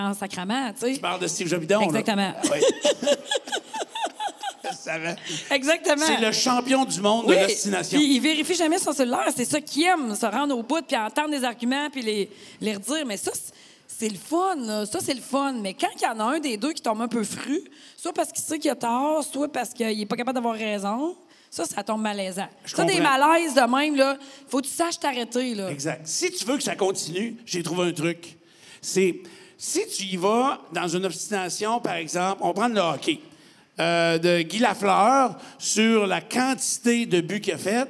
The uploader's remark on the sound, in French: Cet épisode a été enregistré devant public Chez Roger Bon Temps à Québec.